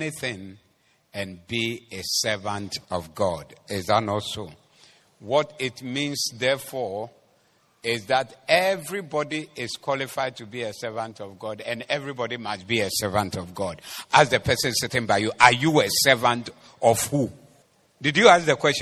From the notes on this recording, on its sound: Preached at the Doxa Service 18022024